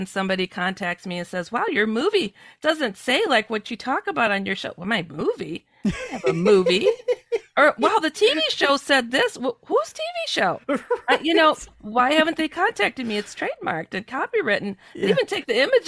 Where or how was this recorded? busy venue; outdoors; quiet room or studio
quiet room or studio